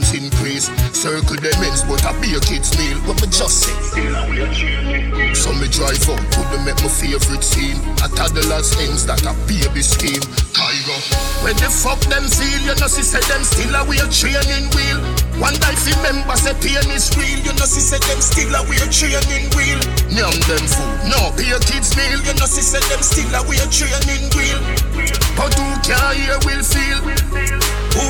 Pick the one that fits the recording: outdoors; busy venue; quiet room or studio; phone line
busy venue